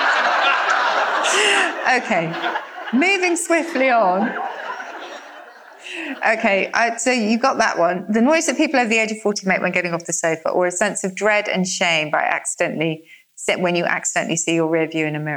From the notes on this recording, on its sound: Recorded live at the Oxford Playhouse on Sunday 9th October 2021.